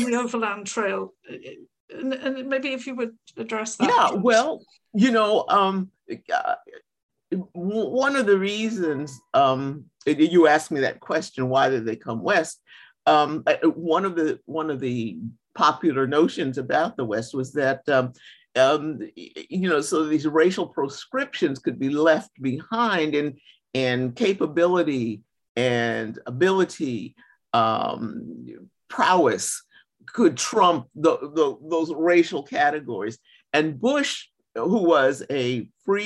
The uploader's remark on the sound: Recently, I sat down (via Zoom)